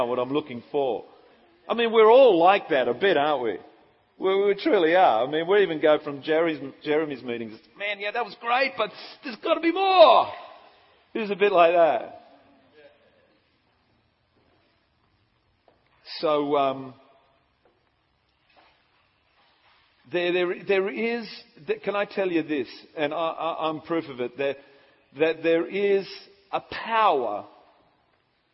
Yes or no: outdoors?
no